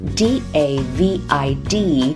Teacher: David, D-A-V-I-D, David,男生的名字，经常翻译成大卫。注意字母 A 发 A 的音，字母 V 轻轻咬一下嘴唇，字母 D 可以停一拍不发声